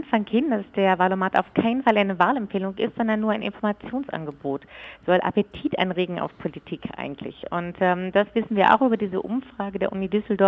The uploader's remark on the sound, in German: Telefoninterview